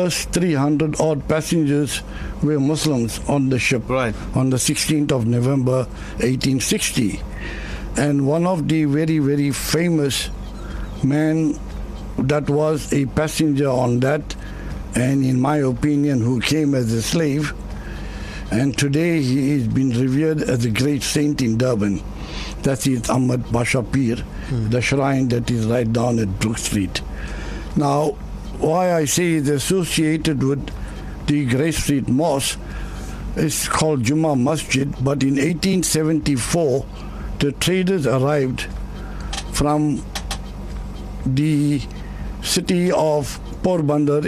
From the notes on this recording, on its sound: The Official Drive held a live broadcast at the 1860 Heritage Centre in Durban